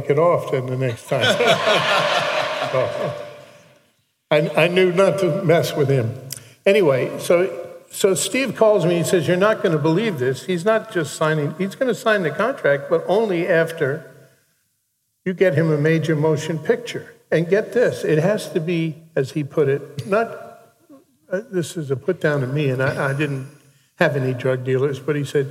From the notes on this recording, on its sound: Recorded at the Guild of Music Supervisors 4th Annual 'State of Music in Media' Conference in Bovard Auditorium at USC on September 15th, 2018.